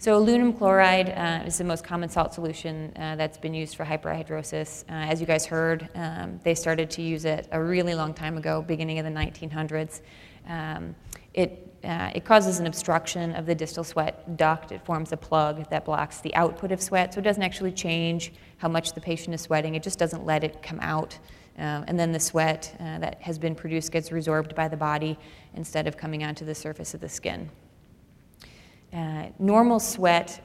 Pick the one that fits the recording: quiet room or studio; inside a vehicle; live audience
live audience